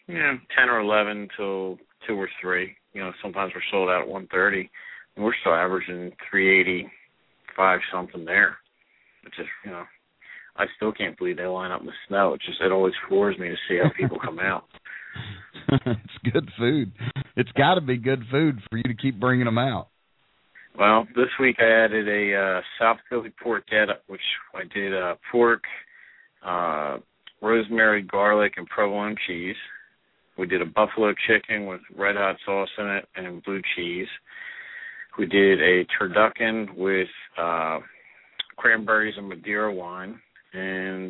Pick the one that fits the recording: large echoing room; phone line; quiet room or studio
phone line